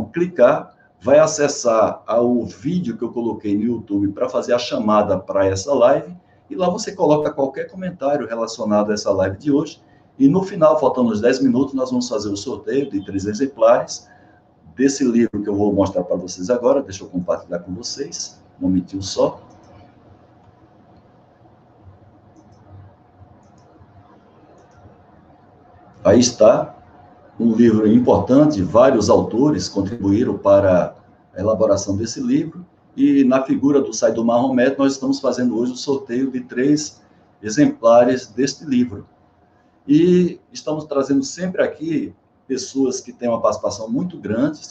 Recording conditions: video call